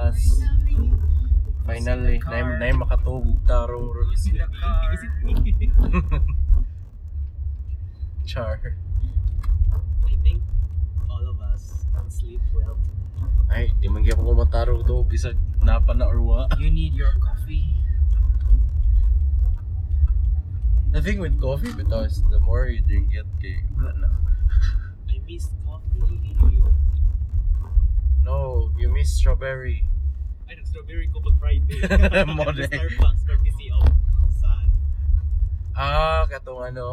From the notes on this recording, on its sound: C3 Con 2018 (since we came from there). Sorry for the seemingly weak audio since we recorded this from the car!